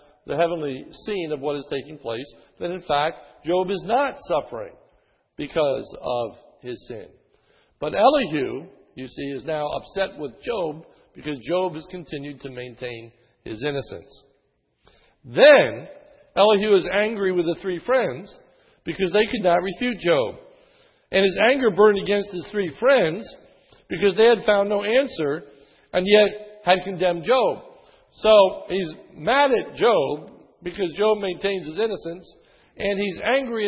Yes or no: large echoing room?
yes